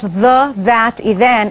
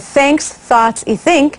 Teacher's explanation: El TH de las palabras the, that y then es fuerte y sonoro, mientras que el TH de thanks, thoughts y think es más suave, casi como un suspiro · Term: TH fuerte